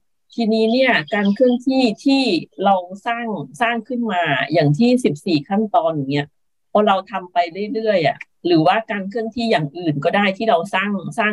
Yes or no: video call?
yes